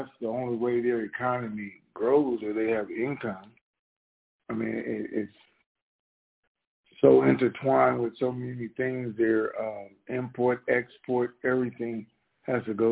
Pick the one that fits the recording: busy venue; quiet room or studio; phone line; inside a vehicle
phone line